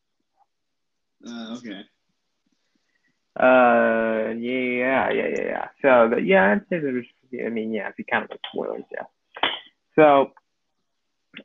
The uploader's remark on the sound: Sorry about the low audio quality. Usual microphone has been having technical difficulties so they had to resort to drastic measures.